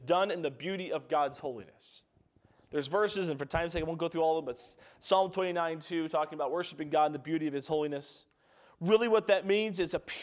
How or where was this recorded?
large echoing room